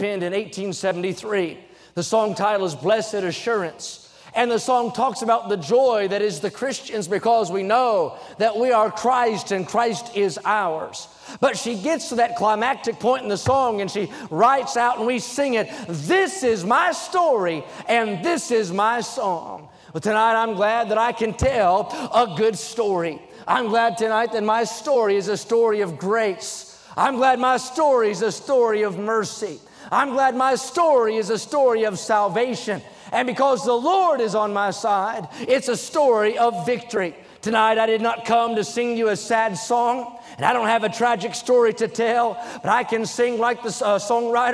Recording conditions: large echoing room